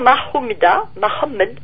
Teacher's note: comme le T devient le D, il entend Mahomida, Mahomed.